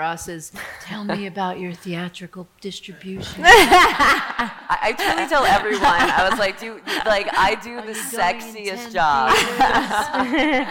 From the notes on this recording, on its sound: Evolution Mallorca International Film Festival 2023. Another panel featuring four high profile panellists. On stage at the Sala Rivoli in Palma. In this recording of that event.